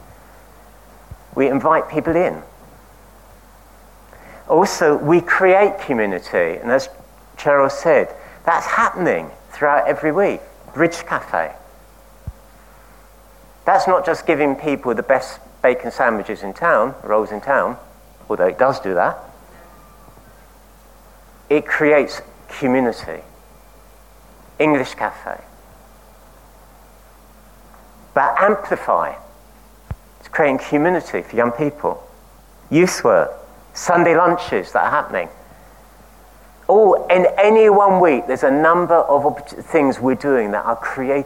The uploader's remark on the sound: At King's Church, Cockermouth, as an audio file.